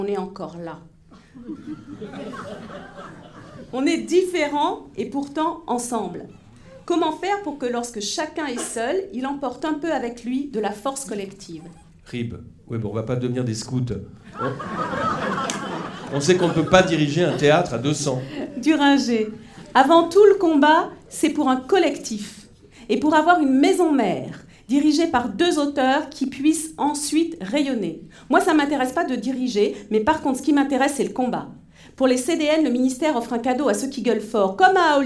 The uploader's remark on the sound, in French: Enregistr&eacute; dans la salle Tardieu du Th&eacute;&acirc;tre du Rond-Point. Enregistré dans la salle Tardieu du Théâtre du Rond-Point. Lors de la soirée "Question de théâtre, les 10 ans des EAT.